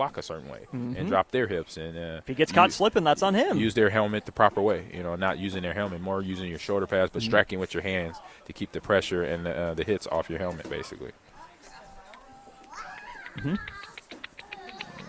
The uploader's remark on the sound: LIVE (Pt2) from Most Wanted MMA in Lincoln